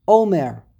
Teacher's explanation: It's Milera, not Mila'el. The emphasis is on the second to last syllable, which is the Aleph, not the Mem.